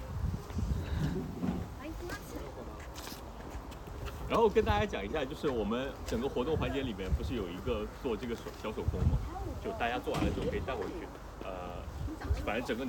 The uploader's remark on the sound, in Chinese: 本期内容是11.11线活动的收音，大家一起在花园里散步聊天。途中还偶遇了今年的第一只冬候鸟红胁蓝尾鸲。